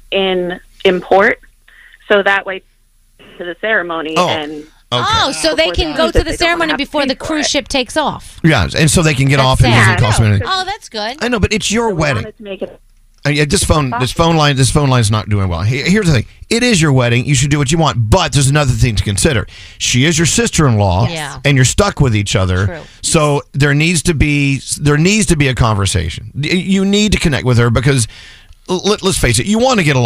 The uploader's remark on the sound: a Phone Tap